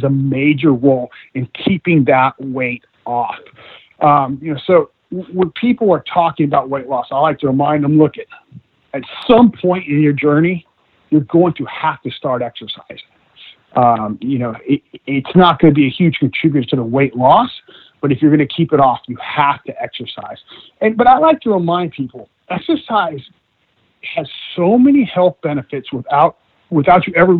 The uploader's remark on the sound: Via internet phone.